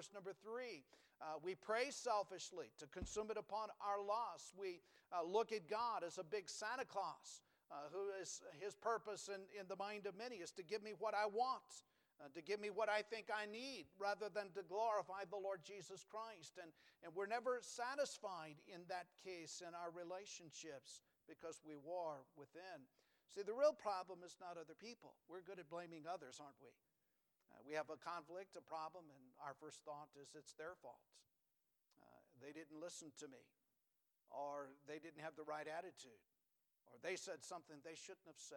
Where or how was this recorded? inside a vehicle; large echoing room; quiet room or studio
large echoing room